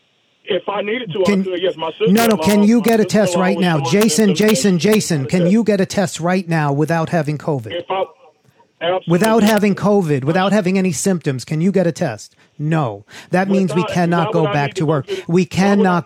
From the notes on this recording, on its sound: Called in to my SiriusXM show. Called in to my SiriusXM show.